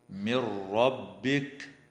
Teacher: وتدغم النون الساكنة في الراء من غير غنة في قوله تعالى من ربك.